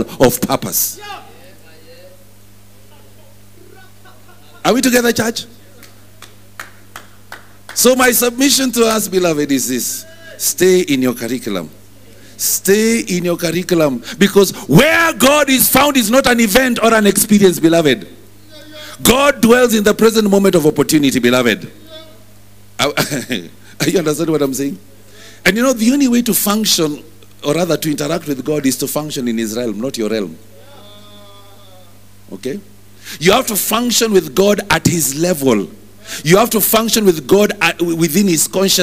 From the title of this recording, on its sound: Preached at New Breed Chapel Intl.